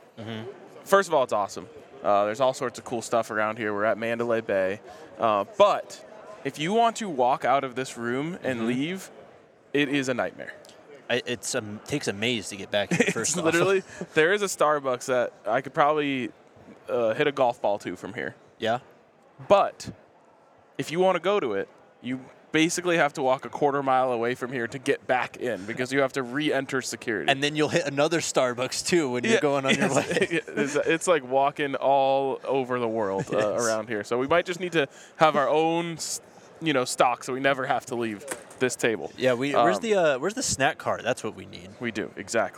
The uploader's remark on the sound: live from Las Vegas at Super Bowl LVIII Radio Row